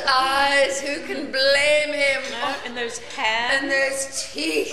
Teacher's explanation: some of the words, like the syllables, get drawn out, like the way you say eyes, blame, even teeth in this clip